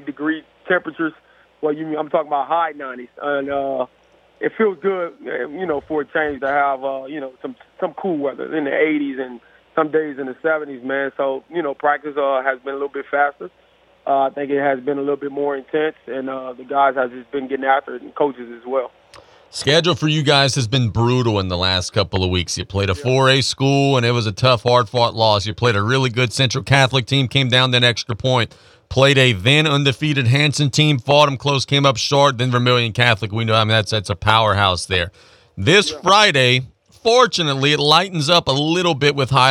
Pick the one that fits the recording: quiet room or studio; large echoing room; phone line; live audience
phone line